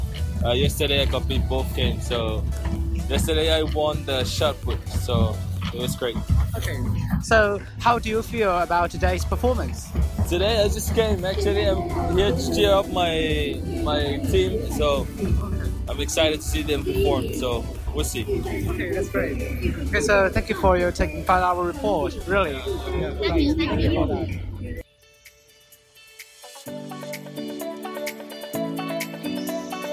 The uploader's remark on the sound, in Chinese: 校运会特别节目。小耳朵们快来听听记者小分队从现场发来的报道吧！